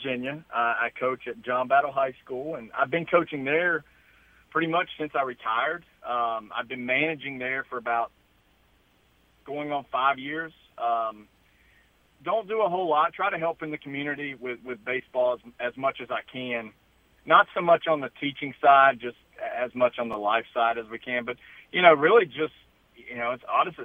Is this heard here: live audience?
no